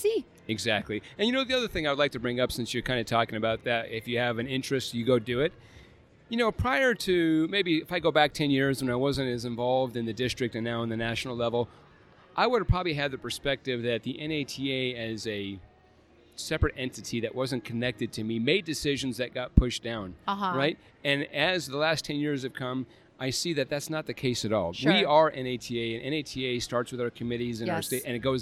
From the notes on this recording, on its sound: live from the Dragonfly Max Podcast Lounge